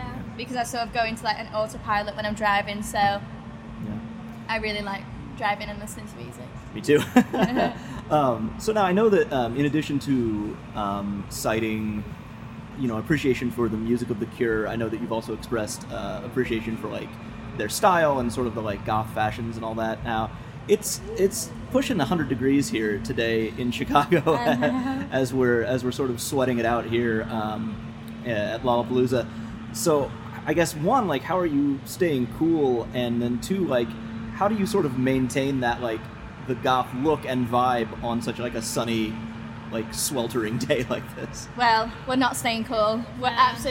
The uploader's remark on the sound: backstage at Lollapalooza